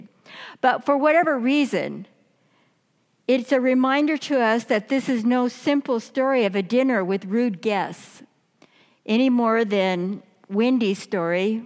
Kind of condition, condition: setting, large echoing room